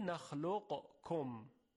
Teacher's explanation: قاف یک حرف قوی، صفت استعلا داره، درشتی صدا داره، میخواد ادغام شه در کاف که حرف به اصطلاح ضعیف‌تری است. · Term: ادغام ناقص